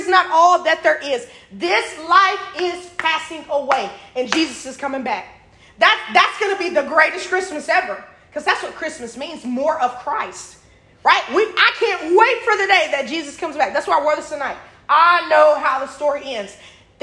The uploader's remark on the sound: This message was recorded during the Adopted Youth Midweek Christmas Gathering!